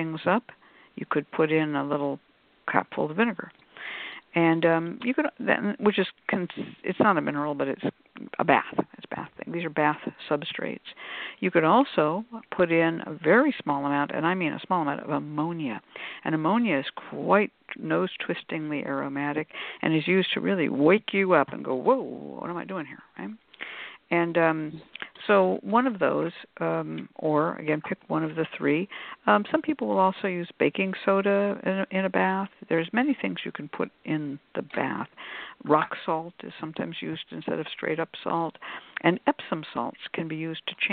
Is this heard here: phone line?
yes